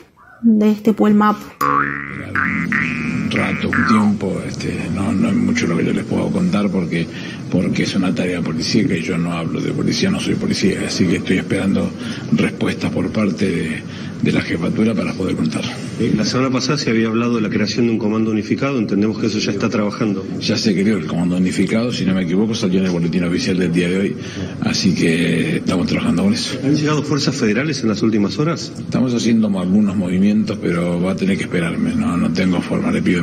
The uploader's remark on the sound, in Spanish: Este video fue difundido en público en el marco de una Transmision callejera de actividad cultural a 14 años de la desaparición de Luciano Arruga en Lomas del Mirador, La Matanza, pcia de Buenos Aires, Argentina.